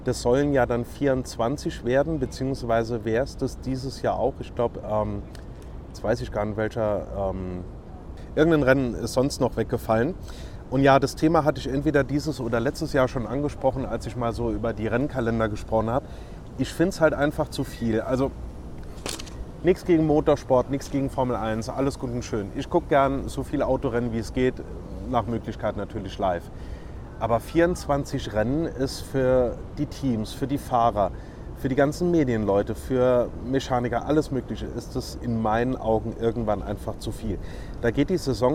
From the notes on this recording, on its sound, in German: aufgenommen bei herrlichem Wetter im Central Park in New York